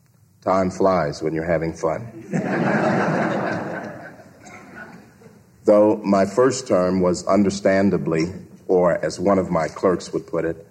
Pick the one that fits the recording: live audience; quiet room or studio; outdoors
live audience